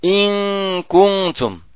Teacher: الإخفاء يعني يكون بغنة كاملة مقدارها 3 حركات